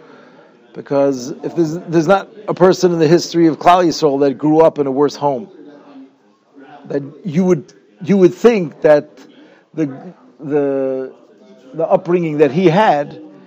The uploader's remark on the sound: Shiur recorded in Yeshivas Ohr Reuven, Monsey, NY.